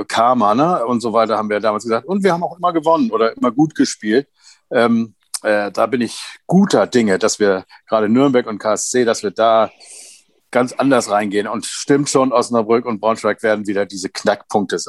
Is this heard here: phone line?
no